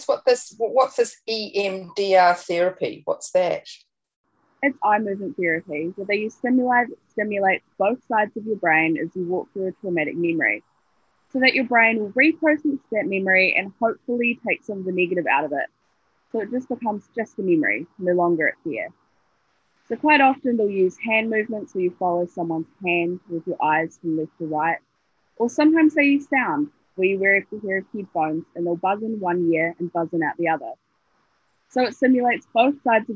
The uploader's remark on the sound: Her story is voiced by a student from the New Zealand Broadcasting School at Ara. This recoding was made over zoom during the current Covid-19 Delta Lockdown.